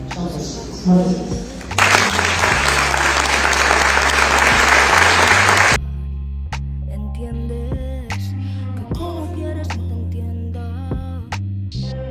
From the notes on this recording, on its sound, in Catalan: Recuperem l'audio de la presentació del llibre